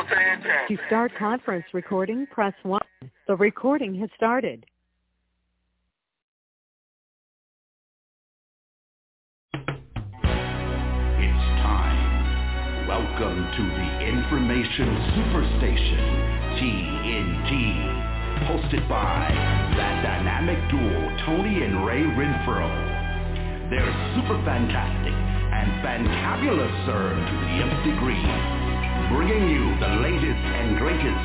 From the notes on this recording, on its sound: TNTSuperfantastic Conference Call.